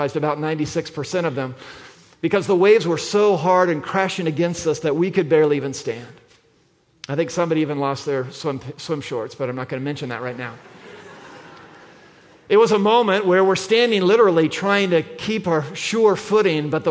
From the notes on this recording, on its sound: at the February 4, 2024 Sunday morning services of Boca Raton Community Church in Boca Raton, Florida.